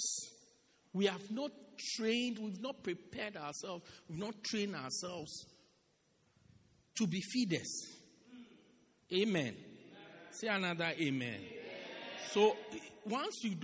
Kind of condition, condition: setting, large echoing room